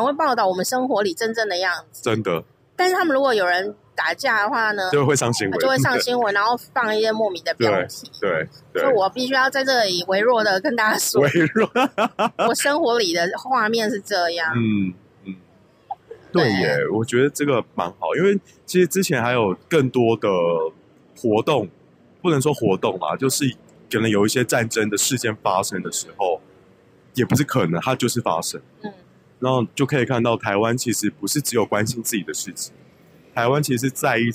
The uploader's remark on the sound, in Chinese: 在路邊路的。雖然因為有人來電結果錄音中斷，沒說到再見。雖然音質沒有專業錄音器材飽滿，但意外降噪功能超強，聽不出附近人聲鼎沸吧！